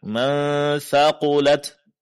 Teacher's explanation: Ini disebut dengan ikhfa. Nun sukun di sini didengungkan dan disamarkan. Caranya jangan sentuh makhraj huruf nun, tapi arahkan ke makhraj huruf setelahnya.